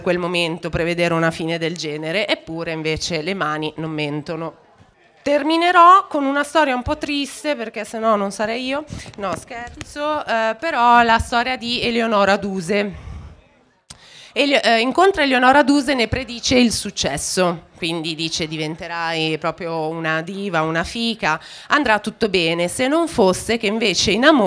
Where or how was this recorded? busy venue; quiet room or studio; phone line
busy venue